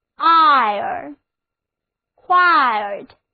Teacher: 发出 I 的这个长而圆满的元音之后，要自然的改变嘴唇的形状，变为发 A 的音